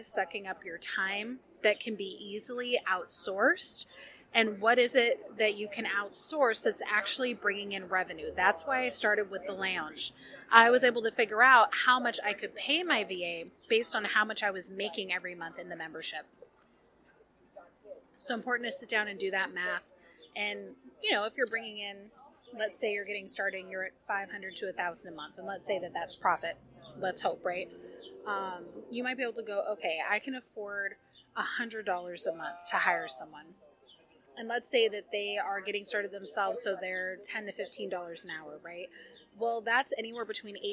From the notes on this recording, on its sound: Warning: this episode is noisy! I was at a local coffee shop + despite my many attempts to put noise reduction filters on, it's still noisy as heck.